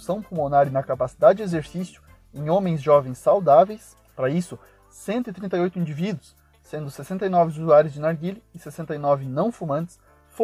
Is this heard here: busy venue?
no